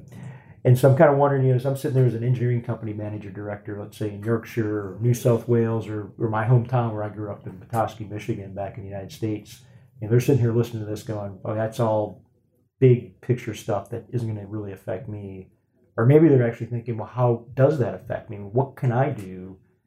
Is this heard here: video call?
no